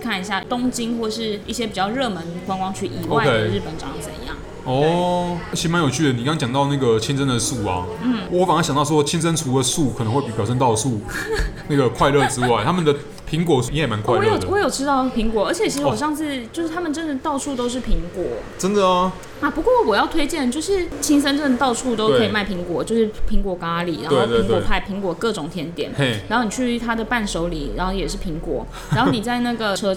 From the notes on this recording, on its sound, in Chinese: 本集白噪音指數：微風級 2/5。錄音地點： 豆手豆花 - Dozo Tofu Pudding。